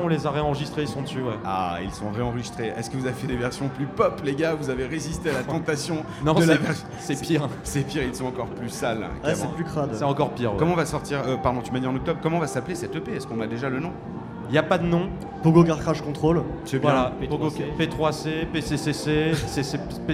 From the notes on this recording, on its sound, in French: Radio Campus Paris amène son studio à Rock en Seine pour trois émissions en public. Ces émissions auront lieu en présence de professionnels de la musique et des groupes franciliens programmés chaque jour sur la scène Île-de-France.